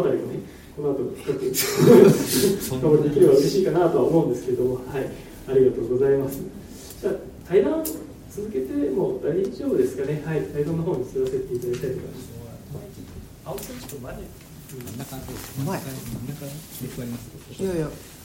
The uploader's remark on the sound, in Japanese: 淑徳大学地域創生学部開設を記念して行なわれたフォーラムの模様の一部をオンエア。公開収録。